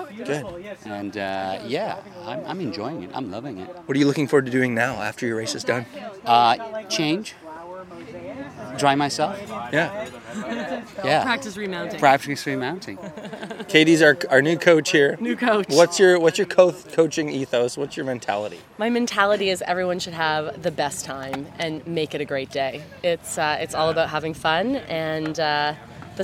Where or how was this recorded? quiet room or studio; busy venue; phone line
busy venue